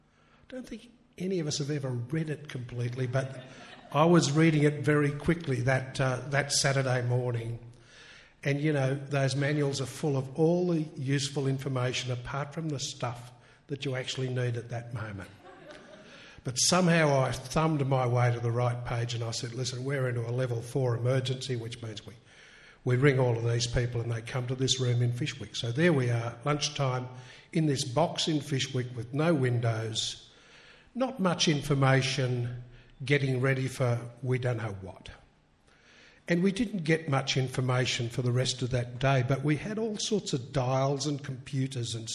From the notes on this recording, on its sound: Recorded live at Mt Stromlo Observatory, Canberra on January 18 2013. 666 ABC Canberra.